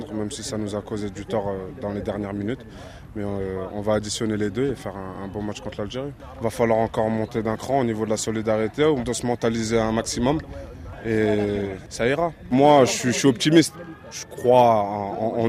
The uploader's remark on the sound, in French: en direct du Stade Bouaké